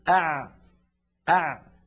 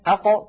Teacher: زمن أع أطول من زمن أق، وأقصر من زمن أش أه أف. · Shown in: first take